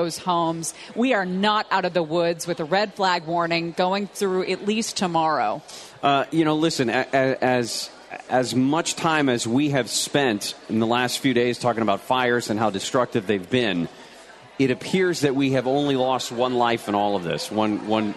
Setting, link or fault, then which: setting, busy venue